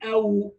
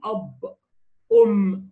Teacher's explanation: تلاقي في انفتاح في الشفتين وانطباق في الشفتين في الميم والباء